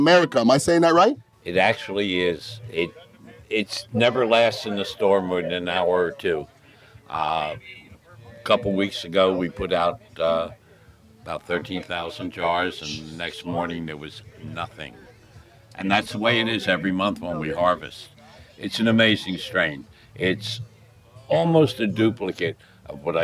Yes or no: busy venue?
yes